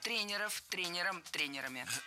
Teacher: Тренеров – это неверно. Слово «тренер» имеет неподвижное ударение на основе, поэтому сохраняем это ударение на первом слоге во всех формах.